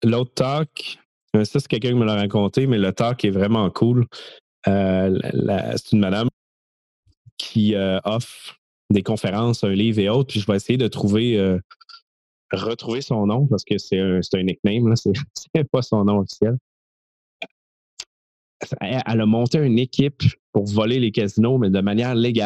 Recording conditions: video call